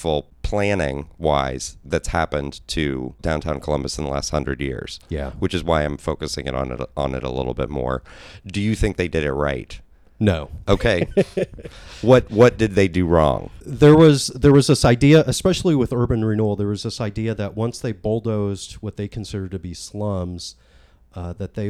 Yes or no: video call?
no